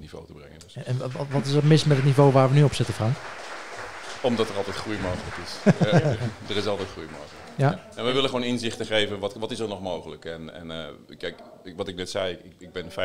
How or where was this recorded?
busy venue